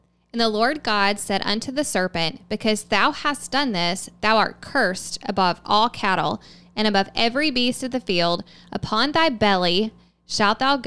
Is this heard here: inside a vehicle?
no